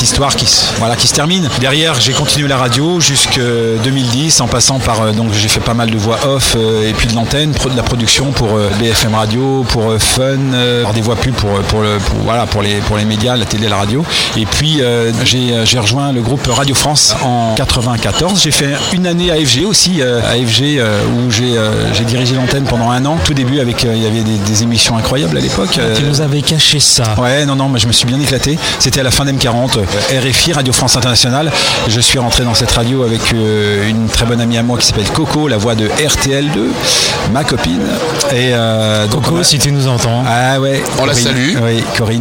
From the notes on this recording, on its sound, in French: Podcast En direct du Dock B à Pantin.